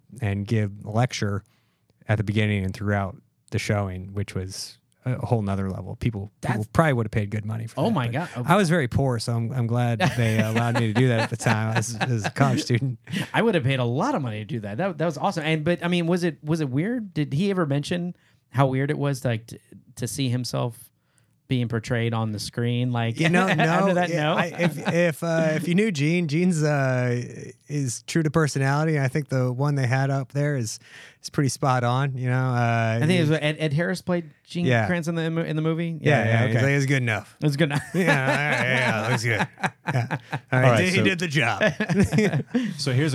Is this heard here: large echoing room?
no